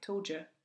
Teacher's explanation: So we've got transforming sounds here. So the d and the y come together to make j.